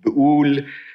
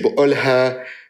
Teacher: the vowel that gets shortened in bu'ul, when you say bu'ulha · Shown in: second take